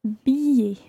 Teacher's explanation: You don't actually pronounce an L sound in there.